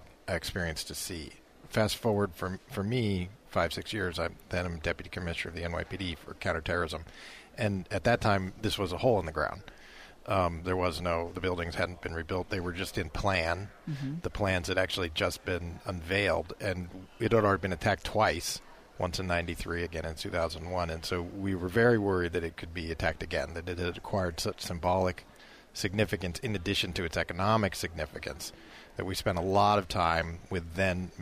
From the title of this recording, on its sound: Broadcasting from the 9/11 Memorial & Museum Summit on Security